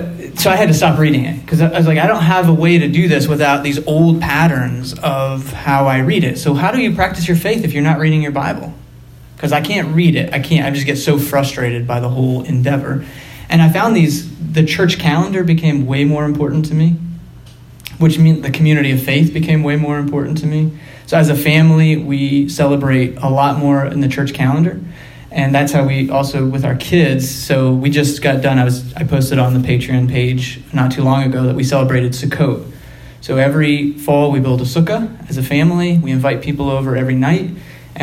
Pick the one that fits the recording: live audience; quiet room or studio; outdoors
live audience